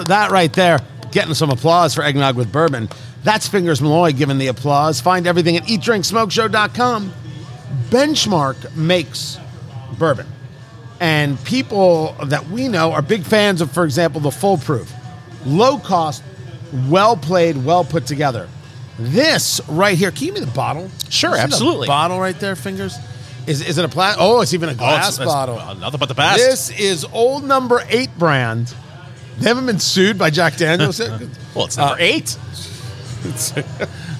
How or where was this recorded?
busy venue